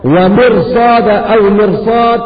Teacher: الراء مفخمة لوقوع الصاد بعد الراء الساكنة